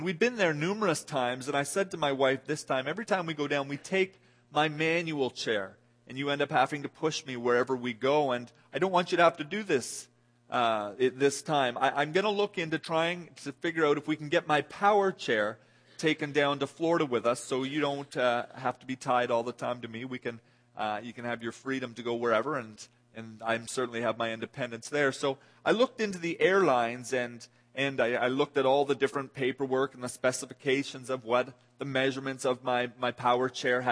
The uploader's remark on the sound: This audio sermon entitled, Guest Service, was delivered at The People’s Church of Somerville, NB.